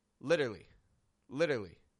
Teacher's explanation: It can either be reduced to just literally, literally. It's subtle, but I've taken out a syllable from the middle